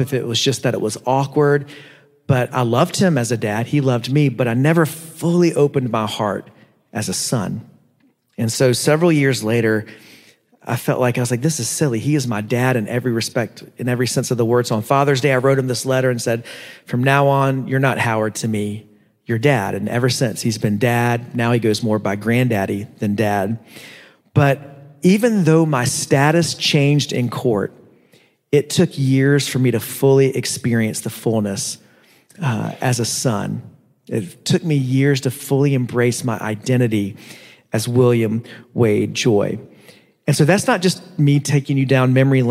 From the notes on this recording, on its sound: preached at Living Steams Church in Phoenix, AZ